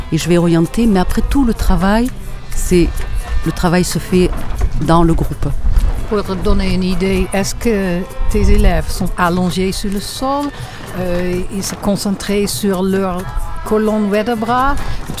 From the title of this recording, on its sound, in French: En Direct Du Bhakti Om Festival